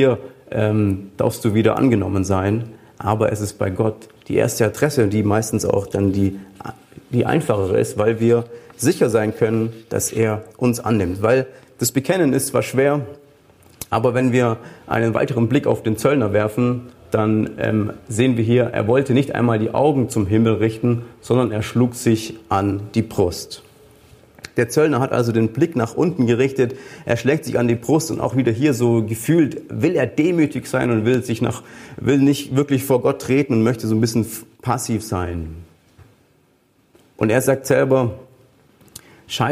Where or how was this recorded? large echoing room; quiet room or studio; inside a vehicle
large echoing room